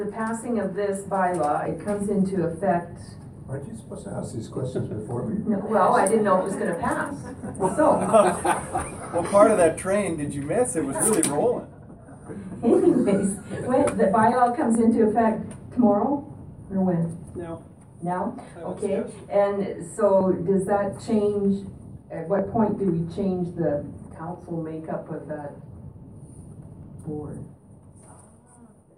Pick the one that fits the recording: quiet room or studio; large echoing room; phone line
large echoing room